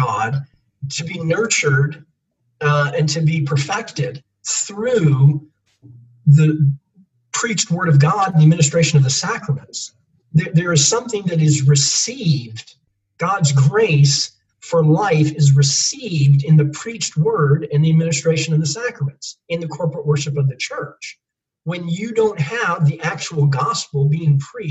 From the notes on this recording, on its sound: Here is the Podcast from our Zoom Event